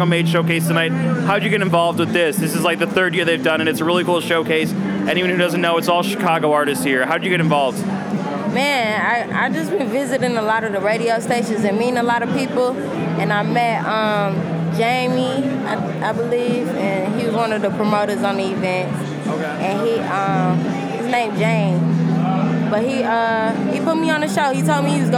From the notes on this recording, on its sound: In an interview recorded at the ChicagoMade showcase event at SXSW. Recorded at SXSW 2016 for Illinois Entertainer, Chicago Inno, #ChicagoMade, and Dynasty Podcasts.